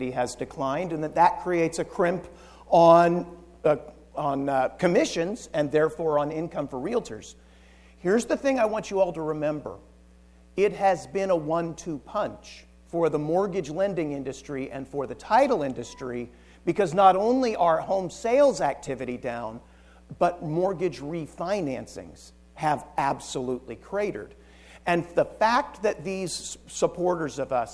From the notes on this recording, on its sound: Recorded from the KCRAR Residential Housing Forecast event